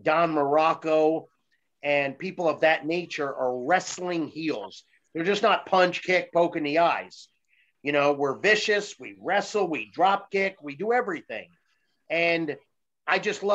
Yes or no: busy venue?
no